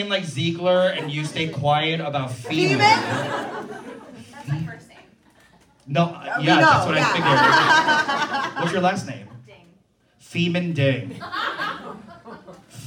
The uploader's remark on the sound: WE are live at The Lincoln Lodge in Chicago!